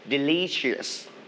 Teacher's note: delicious, you need to stress on the second syllable